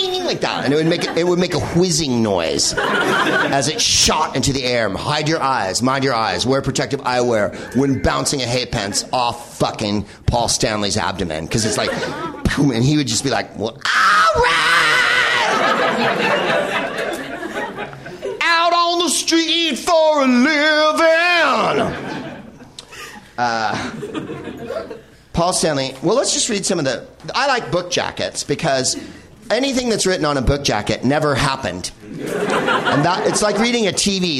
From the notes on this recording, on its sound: Live from The NerdMelt Showroom in Los Angeles